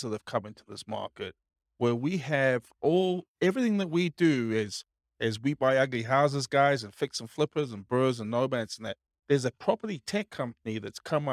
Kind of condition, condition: setting, live audience